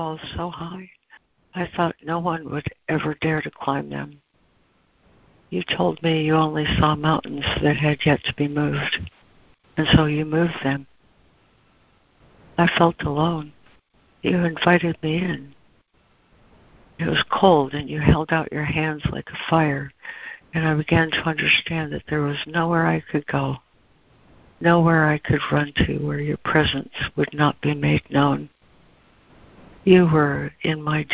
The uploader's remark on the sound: ACIM Daily Conference Call